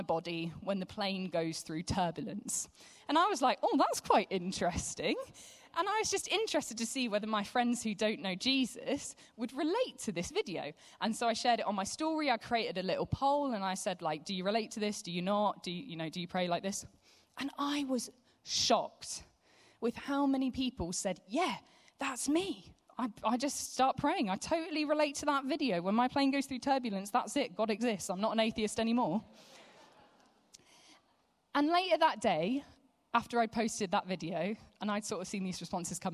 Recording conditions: live audience